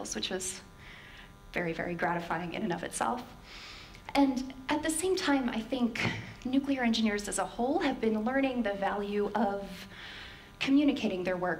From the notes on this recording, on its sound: This talk was given at a TEDx event using the TED conference format but independently organized by a local community.